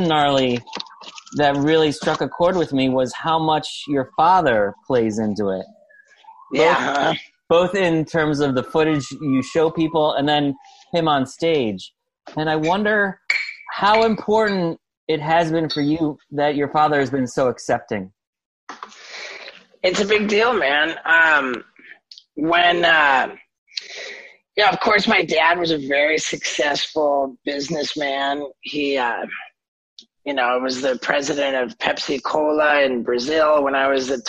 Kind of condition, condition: link, video call